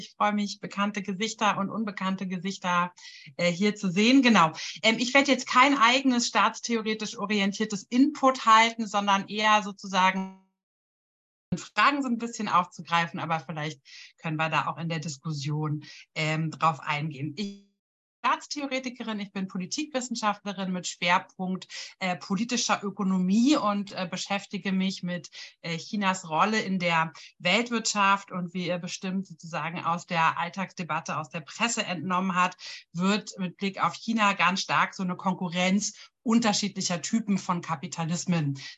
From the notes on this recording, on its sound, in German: Ein Mitschnitt der Online-Diskussionsreihe der Assoziation für kritische Gesellschaftsforschung (AkG).